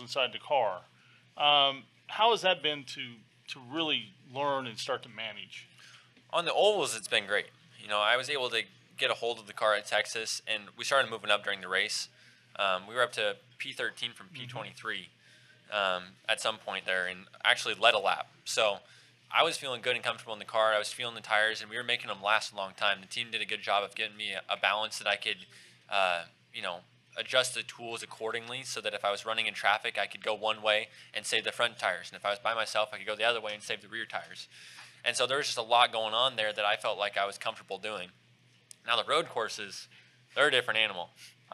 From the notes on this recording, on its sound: In this special live episode live at McGilvery's Pub & Eatery in Speedway Indiana.